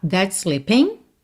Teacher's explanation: That's, termina em S, slipping, começa em S, você não vai se preocupar em fazer dois S's.